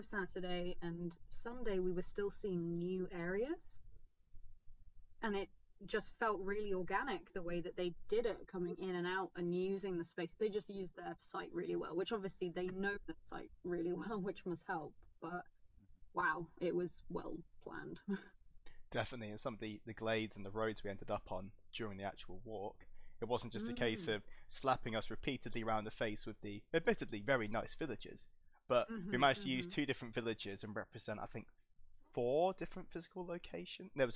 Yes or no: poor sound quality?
yes